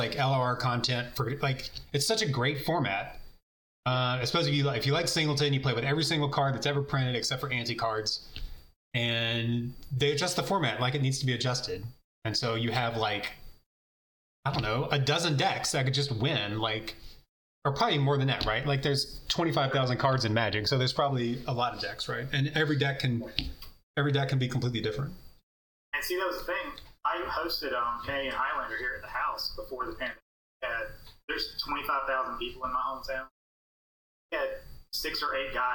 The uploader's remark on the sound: The audio quality is terrible